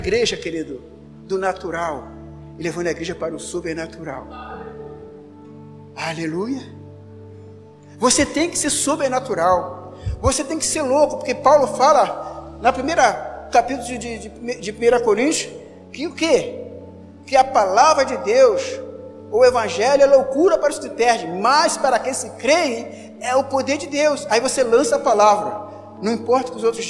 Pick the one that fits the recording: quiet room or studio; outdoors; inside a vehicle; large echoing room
large echoing room